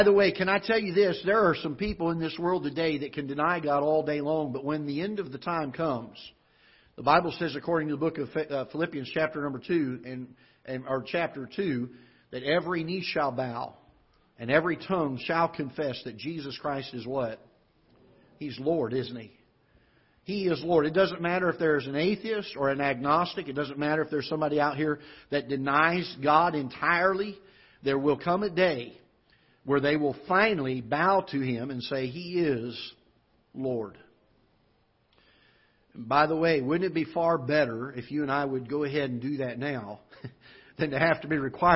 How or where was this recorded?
large echoing room